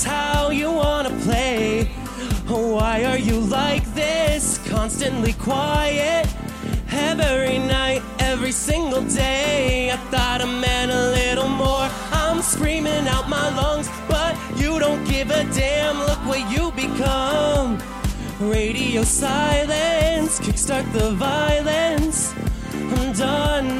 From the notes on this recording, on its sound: LIVE from Precinct, Downtown Los Angeles